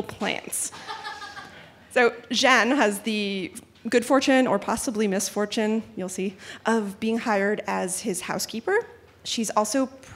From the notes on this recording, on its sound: Told this story for a live audience at On Air Fest.